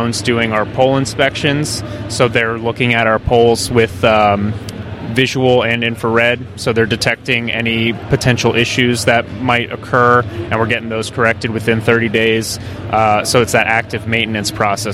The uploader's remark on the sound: at the Trees and Utilities 2023 Conference